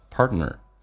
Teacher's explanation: 当两个辅音在一起，其实可以发一个，也就是 T 跟 N 组合，T 可以不发音，气流阻塞一下就行了